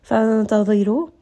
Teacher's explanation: را here is heavy because it has a ضمة